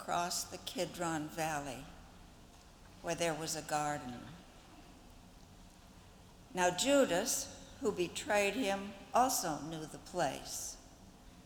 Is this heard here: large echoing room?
yes